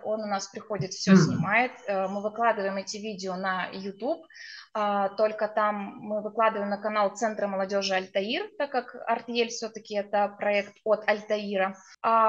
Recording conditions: poor sound quality